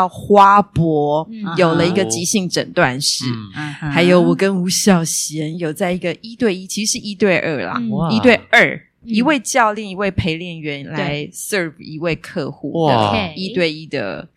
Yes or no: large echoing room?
no